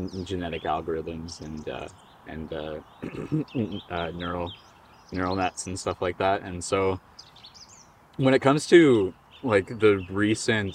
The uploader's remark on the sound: This episode of The FPV Podcast is very special being the FIRST episode to be filmed in-person, AND also outdoors too.